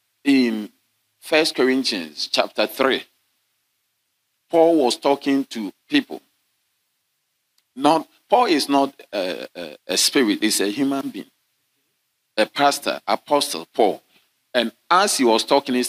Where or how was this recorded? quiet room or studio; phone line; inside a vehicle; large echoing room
large echoing room